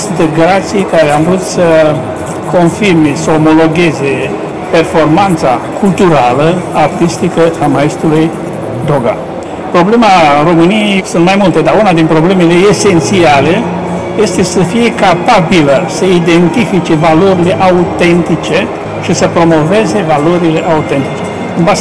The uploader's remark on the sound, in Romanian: Eveniment editorial marca UZPR la Bookfest. Înregistrare de la lansarea celor două volume mai sus amintite, Bookfest, Romexpo - Pavilion B2, Cafeneaua Literară.